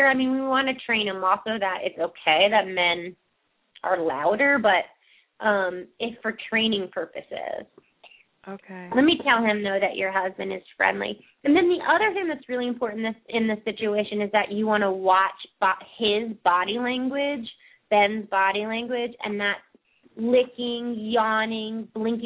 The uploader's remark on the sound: Open up the lines for listeners to call.